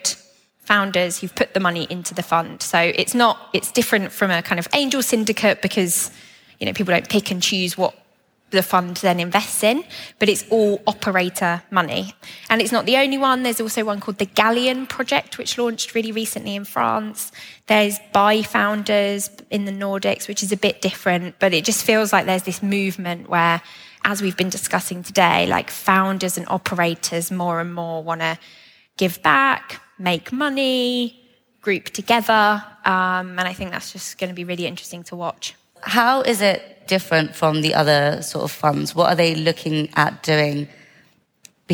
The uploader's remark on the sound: Recorded an extra special episode in front of an audience. We're live from Estonia!